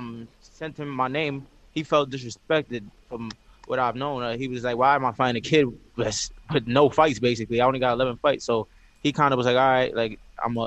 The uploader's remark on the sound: Post Fight Media Conference